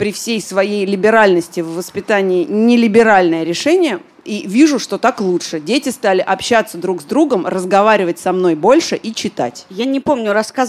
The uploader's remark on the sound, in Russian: Выпуск, записанный в баре. Он записан перед живой аудиторией в московском баре Noor.